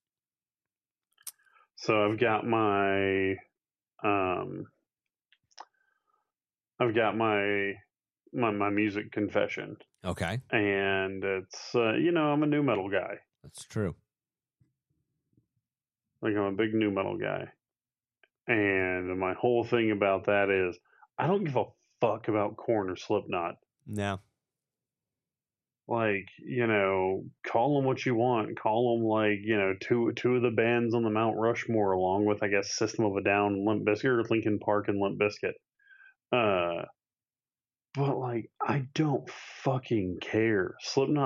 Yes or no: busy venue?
no